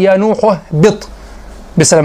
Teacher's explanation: توالي حرفين من حروف الحلق بهذا الشكل تريد أن تحقق الحاء وأن تحقق الهاء